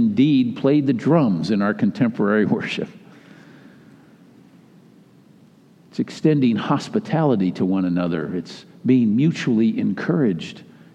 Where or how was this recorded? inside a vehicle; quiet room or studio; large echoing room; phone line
large echoing room